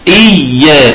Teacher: إياك، نعم، إنكم قلتوا لي إن الصوت مش إن الياء مشددة، فيجب الحفاظ على الياء مشددة · Term: الحرف المشدد